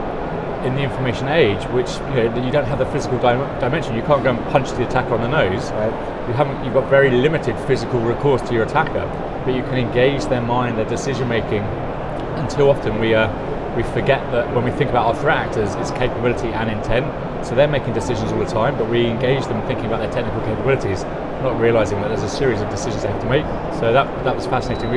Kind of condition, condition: setting, busy venue